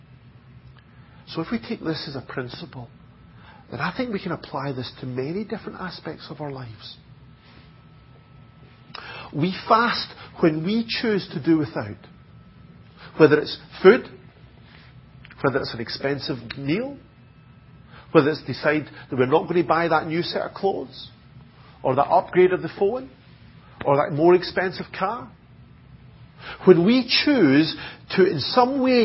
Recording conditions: large echoing room